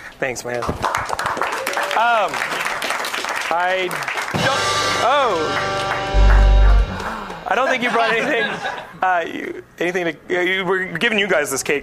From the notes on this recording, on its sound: Geekscape Episode 400 Live Spectacular! Broadcast Live from TheStream.tv. Live musical performances.